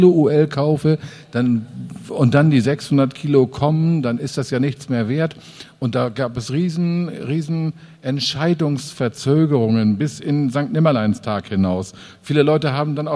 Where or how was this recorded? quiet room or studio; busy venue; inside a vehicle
busy venue